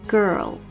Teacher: 所以读这个单词的时候最后一个动作舌尖抵住上齿龈后背